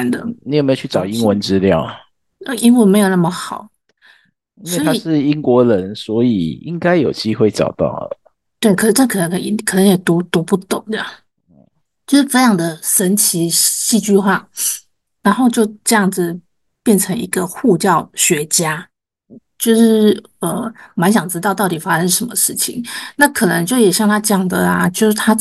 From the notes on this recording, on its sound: Zoom.